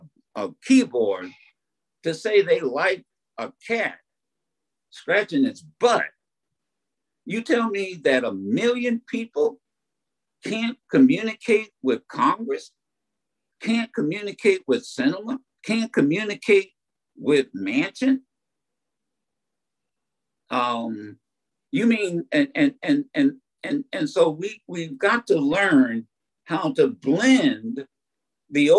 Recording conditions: video call